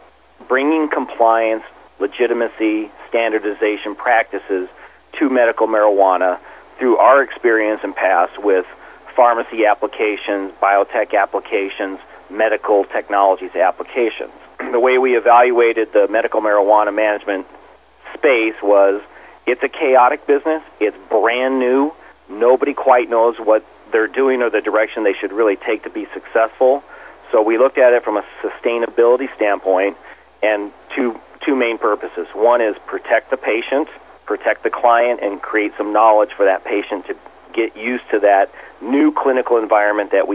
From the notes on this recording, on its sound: called into SmallCapVoice